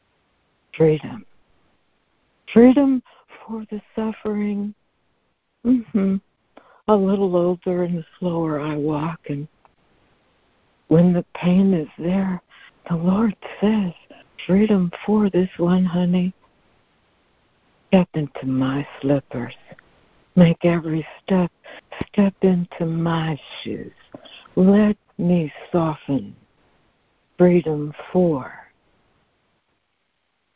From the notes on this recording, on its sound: ACIM Daily Conference Call.